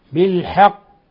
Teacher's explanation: حال الوقف على القاف نقف عليها بالقلقلة الكبرى لأنها مشددة